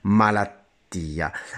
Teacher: il sostantivo malattia, è da scrivere e da pronunciare con la doppia T, con due T, malattia.